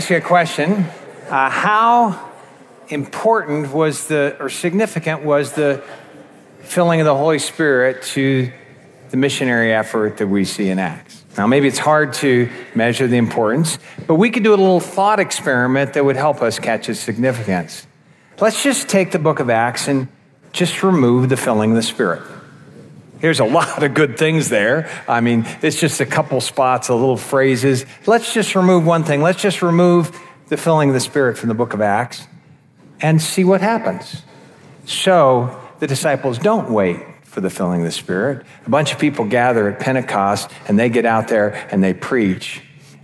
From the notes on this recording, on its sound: This episode features one of the seven talks from our annual Spring Conference that happened back in May.